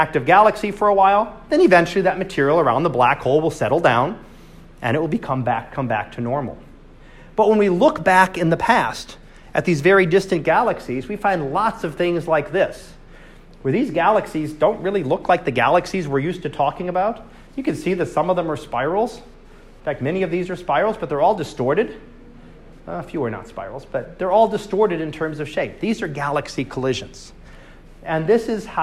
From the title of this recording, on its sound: Live Class Lecture